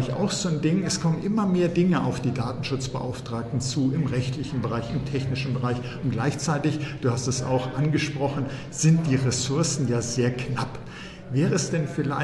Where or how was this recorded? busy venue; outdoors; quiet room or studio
busy venue